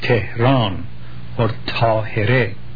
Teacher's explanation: the stress in Persian falls always slightly on the last syllable. Just a very slight stress.